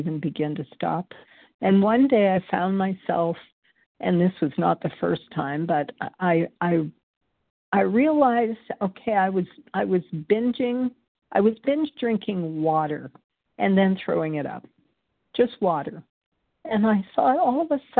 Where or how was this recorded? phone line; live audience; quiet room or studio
phone line